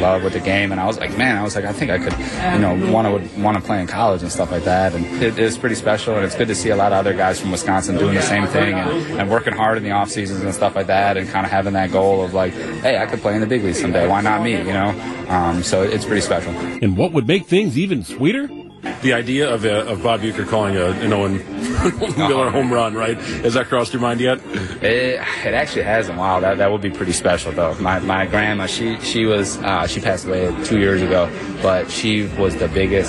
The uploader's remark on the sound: Wisconsin's Afternoon News is live from American Family Field following a blowout Brewers' win 10-0 over the Mets in the home opener!